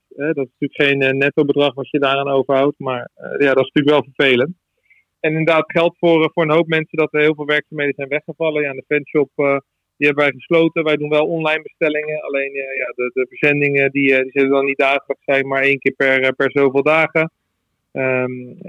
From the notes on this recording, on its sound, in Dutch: Gaat telefonisch in gesprek. Het stadion is leeg.